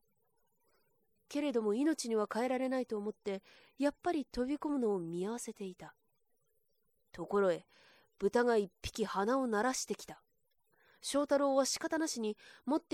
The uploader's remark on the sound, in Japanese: 自宅録音ですのでノイズなどはご了承くださいませ。